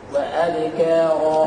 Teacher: حرص على تفريق الكاف وعدم إبدالها قاف